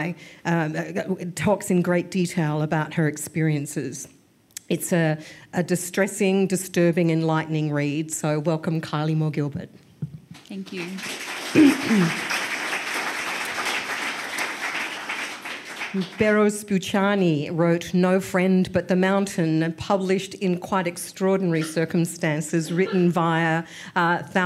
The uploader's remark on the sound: This event was presented in partnership with PEN Melbourne. It was recorded on Tuesday 14 November 2023 at The Wheeler Centre.